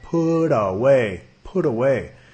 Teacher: Y en inglés americano, ya una T seguido por vocal, vamos a pronunciarlo como una D